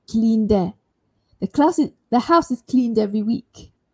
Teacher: If I want to speak fast, cleaned, it carries over to the next consonant, which is every.